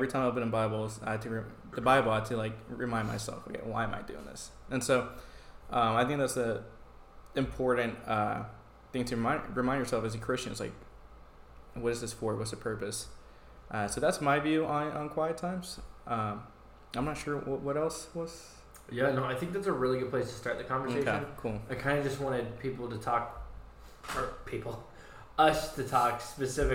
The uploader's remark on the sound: Please excuse the poor audio.